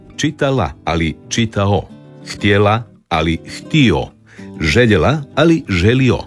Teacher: Vokalizacija je glasovna promjena u kojoj se suglasnik L na kraju sloga ili riječi zamjenjuje vokalom, otvornikom, samoglasnikom O. U glagolskom pridjevu radnome muškoga roda.